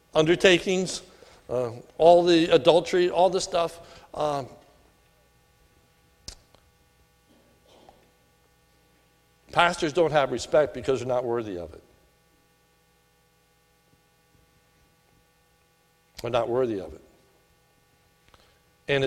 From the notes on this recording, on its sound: This sermon was recorded at the Lebanon Bible Fellowship Church in Lebanon, PA on 6/3/2018 during the evening service